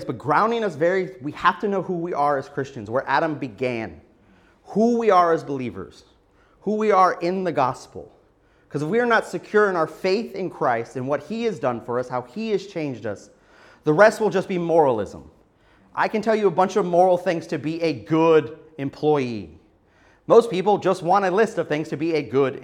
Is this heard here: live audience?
yes